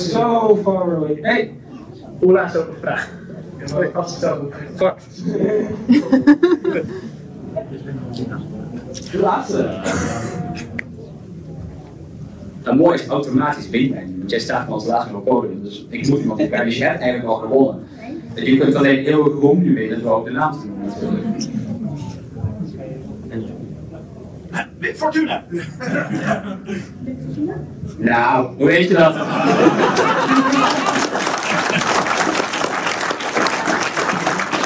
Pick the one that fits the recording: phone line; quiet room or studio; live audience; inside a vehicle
live audience